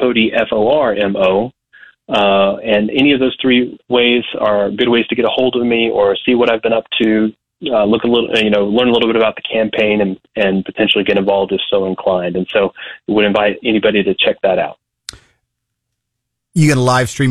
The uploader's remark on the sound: calls in from the Newton County Bean Feed